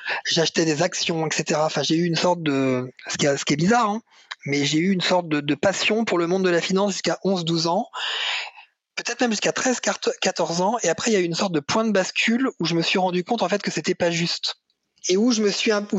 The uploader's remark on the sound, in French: Cet épisode a été réalisé le 27 mars 2020 en visioconférence.